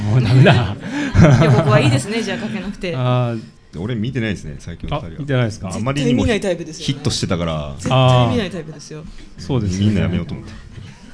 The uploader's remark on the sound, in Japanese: 先日おこなわれたギナステ初公開収録の模様をスーパーダイジェストでお届け！